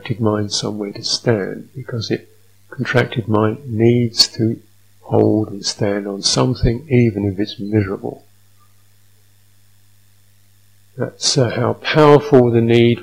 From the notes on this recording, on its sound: sound quality issues